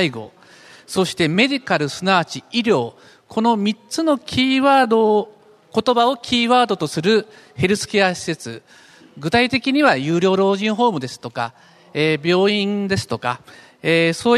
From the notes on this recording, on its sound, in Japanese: 東京証券取引所で開催した「J-REITファン2016」に登壇した